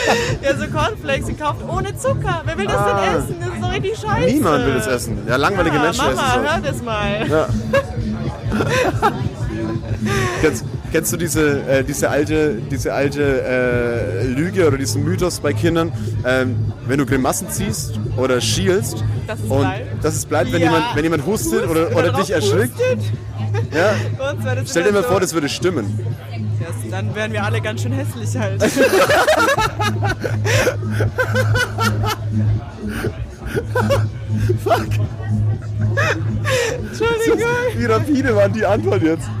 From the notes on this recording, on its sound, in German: Direkt aus dem Herzen des malerischen Mahagoni Festivals, im Puls elektronischer Tanzmusik die leise im Hintergrund läuft während der Boden leicht vibriert. Von der Seite schiebt sich ein randvoller Bier-Trichter ins Bild, während die wundervoll bunten und empathischen Besucher dieses Festivals einen Einblick ins Festivalgeschehen bieten.